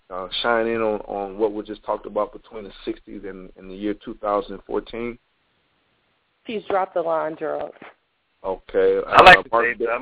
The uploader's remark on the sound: open up the phone lines